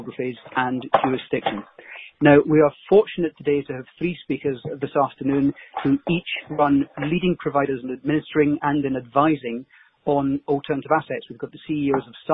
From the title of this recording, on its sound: The Investec Alternative Fund Administration Teleconference